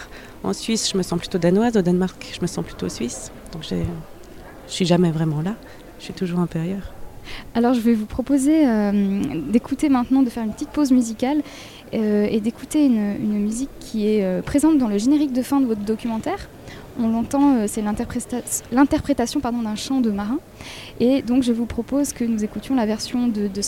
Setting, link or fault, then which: setting, busy venue